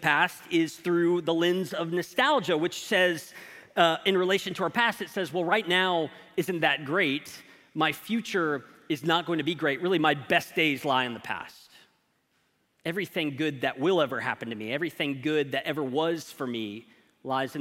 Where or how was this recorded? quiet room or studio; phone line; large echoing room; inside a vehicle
large echoing room